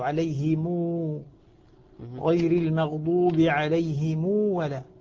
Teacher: فلذلك هنا وصلوا ضم الميم بواو. وصل ضم ميم الجمع هنا المقصود به أن نصلها بواو. عليهم غير المغضوب عليهم ولا، فهنا يعني الصلة، صلة ضم الميم بواو.